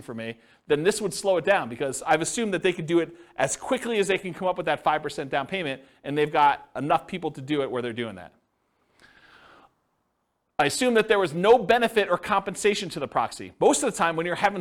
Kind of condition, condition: setting, live audience